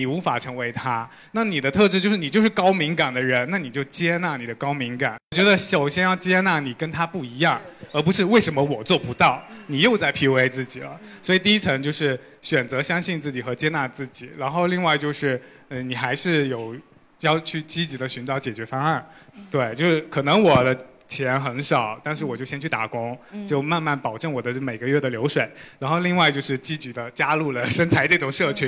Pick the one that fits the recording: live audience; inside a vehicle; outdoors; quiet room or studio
live audience